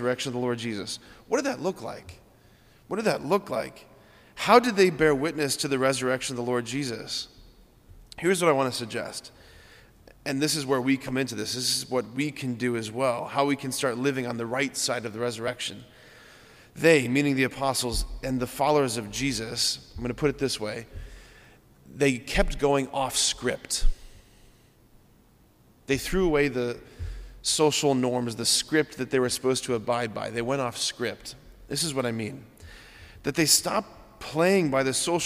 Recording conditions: large echoing room